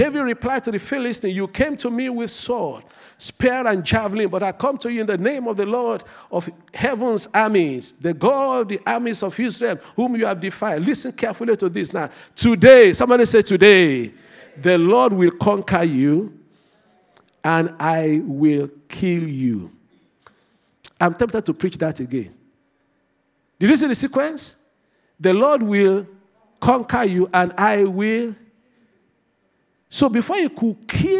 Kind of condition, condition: setting, large echoing room